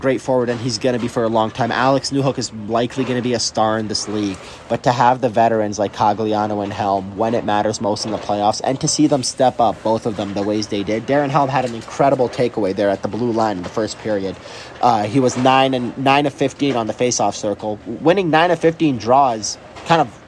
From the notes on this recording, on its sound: Record a quick hit post-game show at Ball Arena. They chat about the deafening crowd.